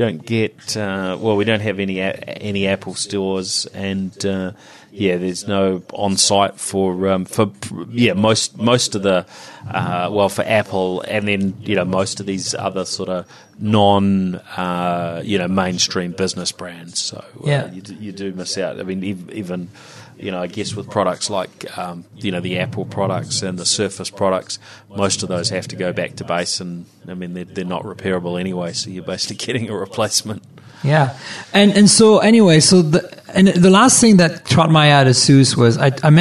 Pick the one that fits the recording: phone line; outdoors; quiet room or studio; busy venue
busy venue